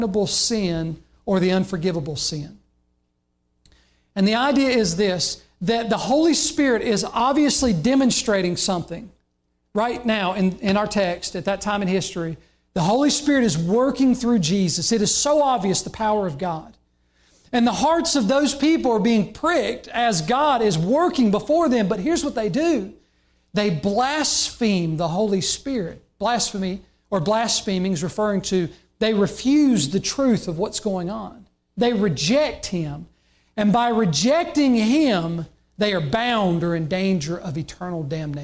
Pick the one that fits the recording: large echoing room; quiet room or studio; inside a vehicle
large echoing room